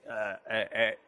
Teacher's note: 在声音下降时非常容易出现声门闭合过紧的喉音 · Term: 声门过紧的喉音